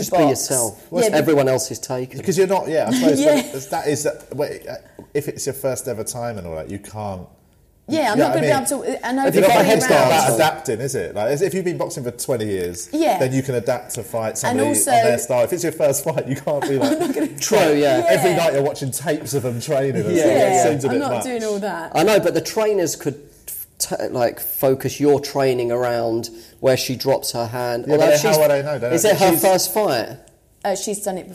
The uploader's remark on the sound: This was an episode we recorded pre-corona. We recorded it at London's Top Secret comedy.